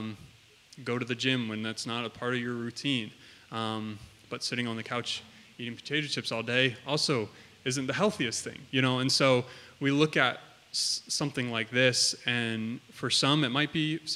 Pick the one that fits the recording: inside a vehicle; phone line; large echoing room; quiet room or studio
large echoing room